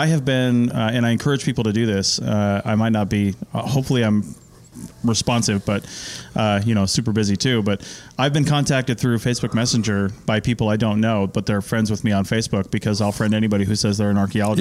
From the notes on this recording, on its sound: Sit down at the 2020 Society for Historical and Underwater Archaeology annual meeting in Boston, MA.